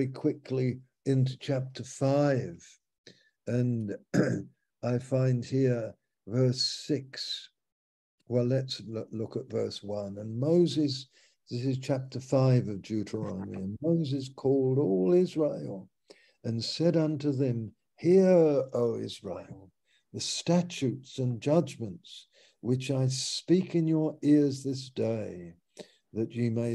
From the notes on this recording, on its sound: Malaysia Meets (Zoom).